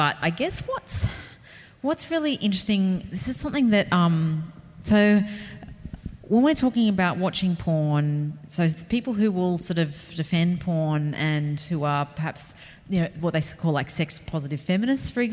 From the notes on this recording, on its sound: In this one-off live special of Dicey Topics. Wollongong Writer's Festival.